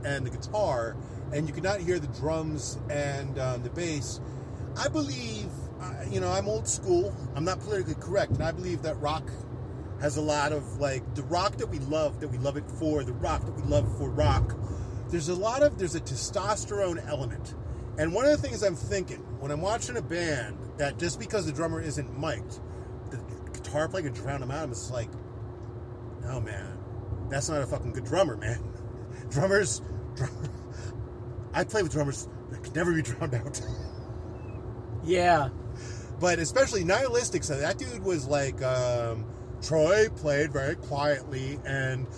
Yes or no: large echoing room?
no